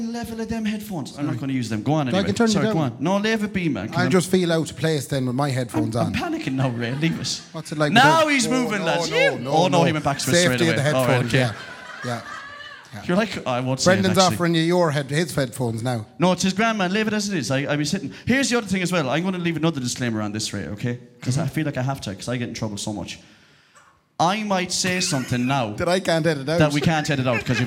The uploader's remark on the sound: live at Anderson’s Tremendous Events Centre